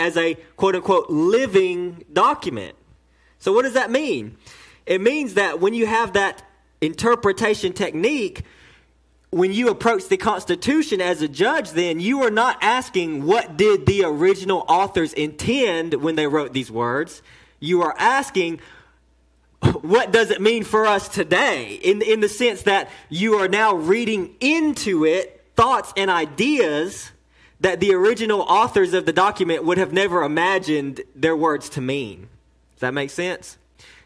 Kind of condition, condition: setting, large echoing room